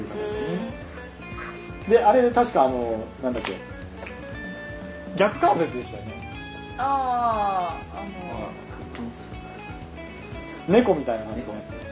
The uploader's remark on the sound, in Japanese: イベントの配信です。ムービーカメラでの収録ですのでノイズ入ってます。